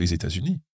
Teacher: quite nice the way you said les États-Unis. You really have to make the liaison here.